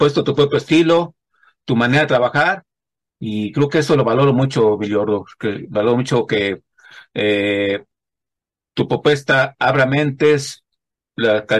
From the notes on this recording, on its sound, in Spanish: Charlamos via zoom